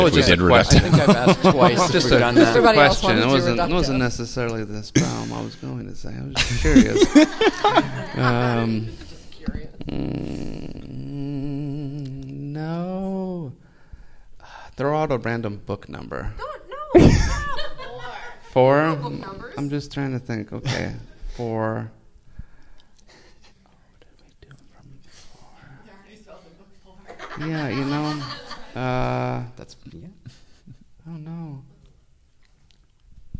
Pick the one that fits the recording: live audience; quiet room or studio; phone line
live audience